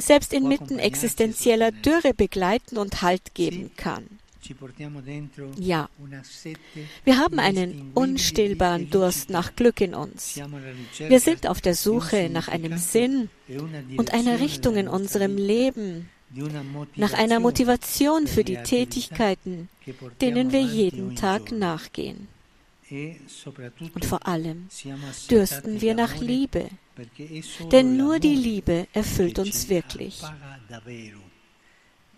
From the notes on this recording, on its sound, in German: Papstmesse in der Steppenarena. Bei der Heiligen Messe in der Steppenarena.